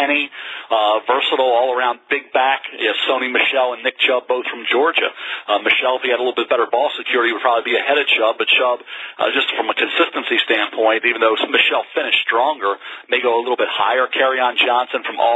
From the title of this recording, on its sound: NFL Draft Conference Call